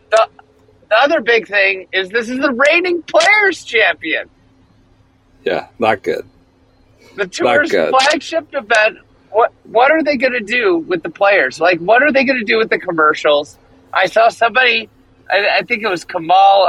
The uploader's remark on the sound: Sits in the car outside a beach house. Scoots through rural Nebraska in his own vehicle.